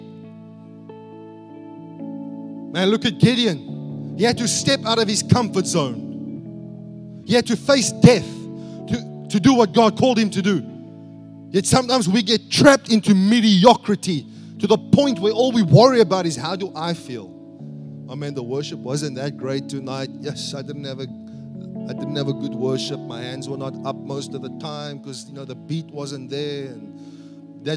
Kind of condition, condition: setting, large echoing room